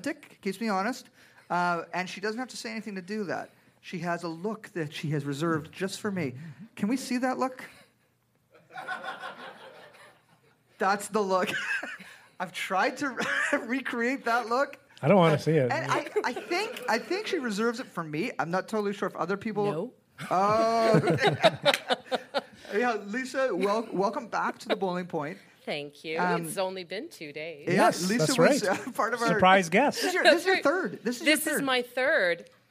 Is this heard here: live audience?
yes